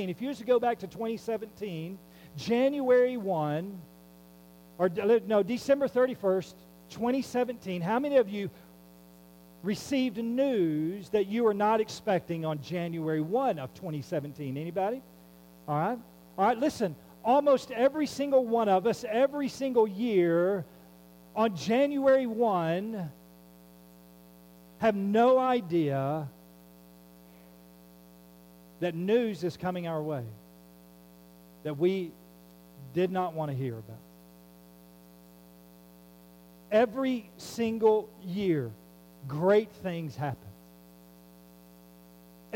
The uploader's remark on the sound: There is a hum throughout the recording. We have worked on the audio to the best of our ability to lesson its presence.